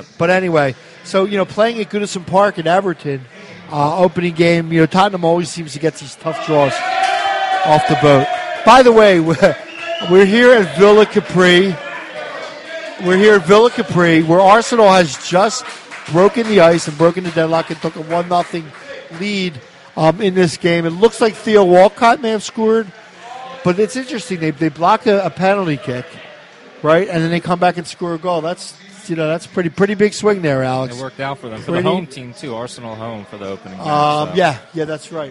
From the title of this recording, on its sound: Live At Villa Capri